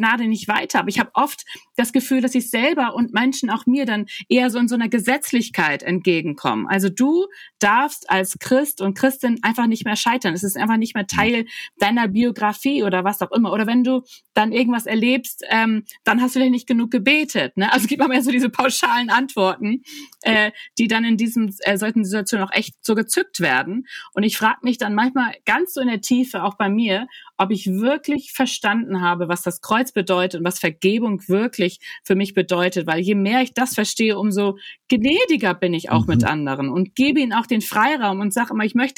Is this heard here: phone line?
no